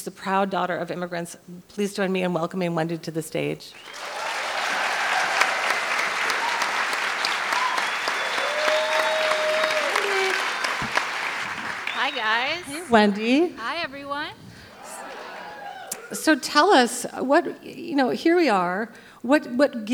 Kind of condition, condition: setting, live audience